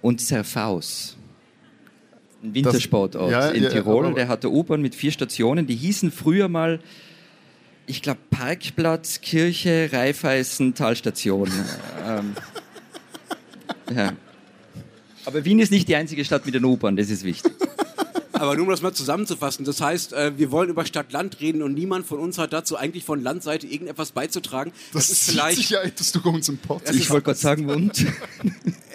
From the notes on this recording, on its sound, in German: Beim Livepodcast auf der Buchmesse Wien